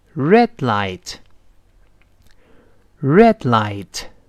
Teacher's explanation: 后面那个的失去爆破了，因为后面出现了其他的辅音了